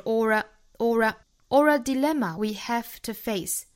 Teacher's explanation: or 和 a 连读加 r, or,这跟我们昨天讲到那个 for it 很像， for 加 it, for it,这里面是 or a dilemma